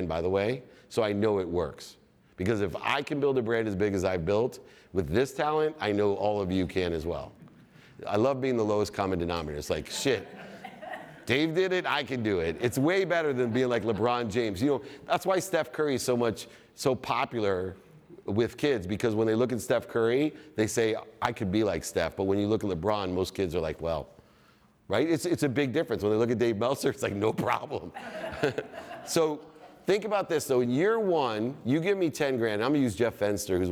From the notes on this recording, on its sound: In his keynote at the VeeCon Visa Creator Stage